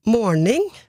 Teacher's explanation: Men det kan også uttales med tonem 2, morning, som jeg vil si, da, det varierer jo med dialektene.